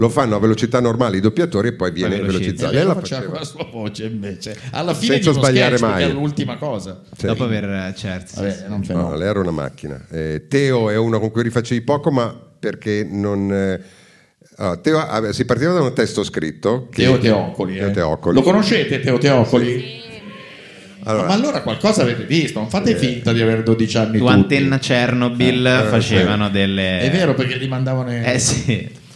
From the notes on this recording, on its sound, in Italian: live al teatro Franco Parenti di Milano